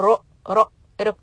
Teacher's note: the ra will get a sukoon when I stop. So it's going to be heavy sound.